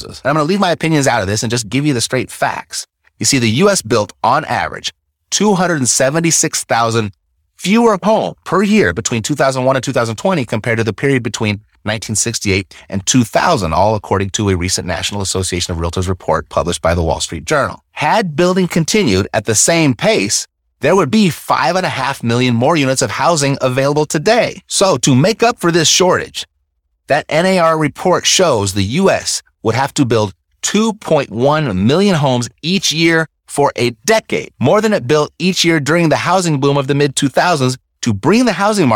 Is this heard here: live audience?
no